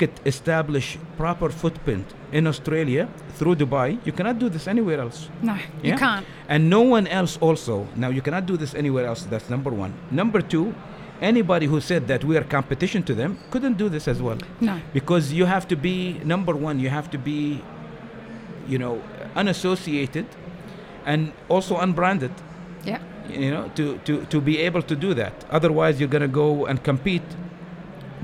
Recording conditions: busy venue